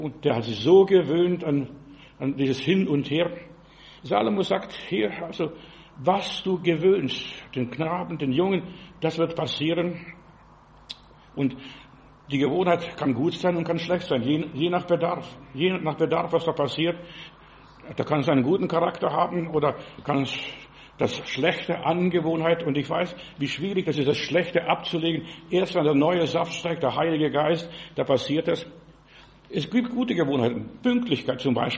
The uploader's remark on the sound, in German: im Gemeinde-Zentrum in Berlin aufgenommen